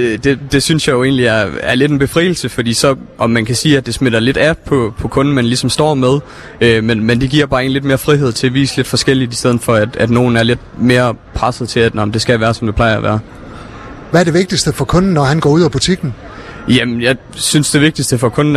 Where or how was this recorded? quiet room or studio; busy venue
busy venue